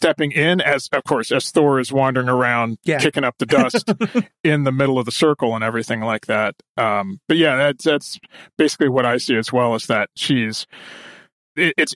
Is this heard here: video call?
no